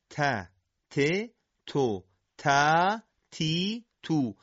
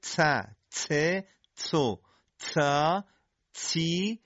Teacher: اگر جدا شدن سر زبان از صفحه پشت لثه دندان های ثنایا به کندی صورت بگیره، حرف تا با حالت تیزی شبیه به صدای سین تولید میشه · Shown in: second take · Term: تای فارسی